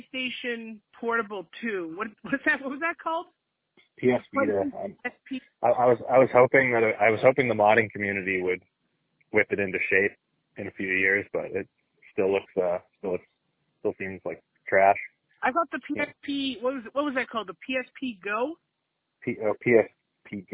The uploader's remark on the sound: PodcastJones Over Da Phone